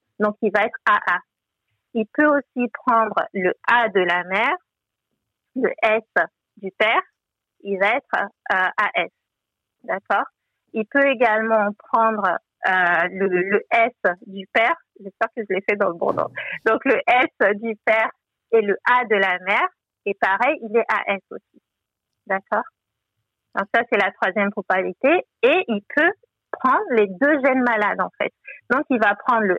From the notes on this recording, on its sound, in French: S'agissant d'une conversation téléphonique, nous nous excusons d'avance de la qualité de l'audio.